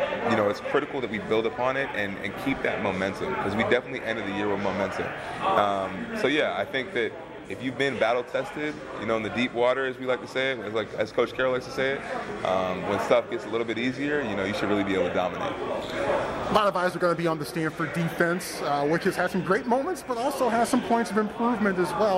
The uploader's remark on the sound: Live From Media Day. Pac-12 Football Media Day.